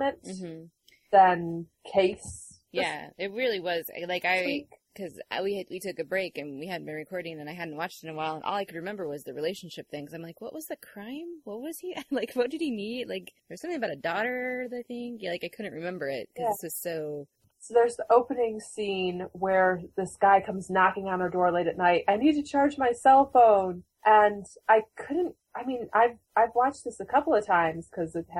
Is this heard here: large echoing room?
no